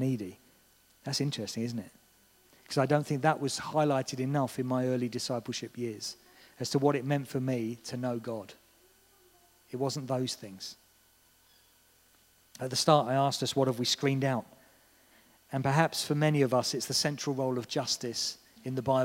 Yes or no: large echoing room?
yes